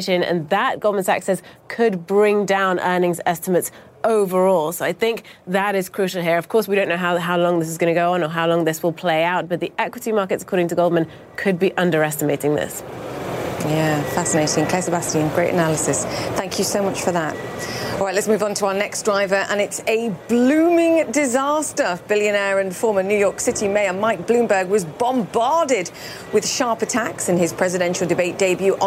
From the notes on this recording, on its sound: Live from the New York Stock Exchange.